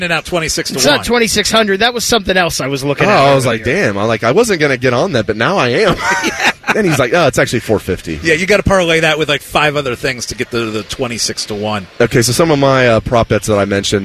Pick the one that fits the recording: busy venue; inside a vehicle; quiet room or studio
busy venue